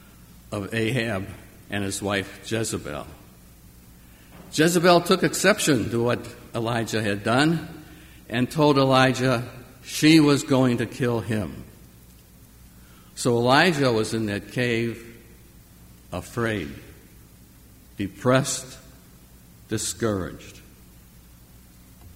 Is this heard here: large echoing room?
yes